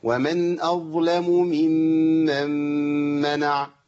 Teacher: لازم افصل بين الميم الاولى والثانيه · Term: ميم مشددة